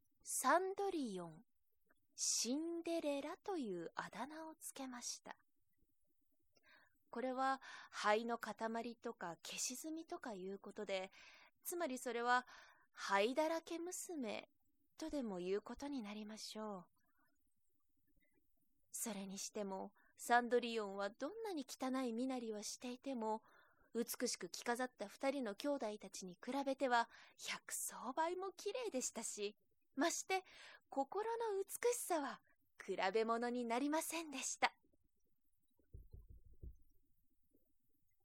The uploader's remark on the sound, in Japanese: 自宅録音ですのでノイズなどはご了承くださいませ。